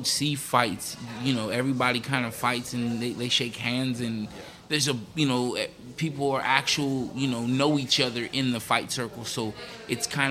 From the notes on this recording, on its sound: Live from the Wheelhouse Lounge. Gets a giant cramp in his leg and almost takes out the entire sound board.